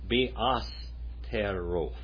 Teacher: that last T there is actually a TH sound. So give it that little th on the end of it. Like you're lisping just a little bit.